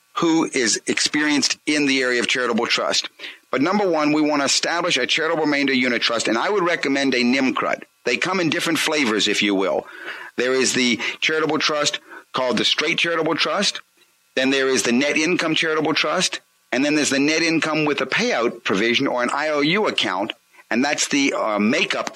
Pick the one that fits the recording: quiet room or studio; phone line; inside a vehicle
phone line